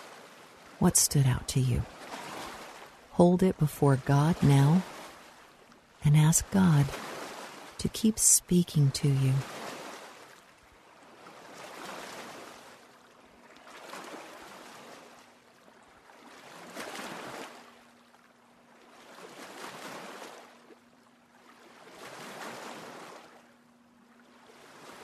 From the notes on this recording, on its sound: Relax to the sounds of lake waves. Relax to the sounds of lake waves.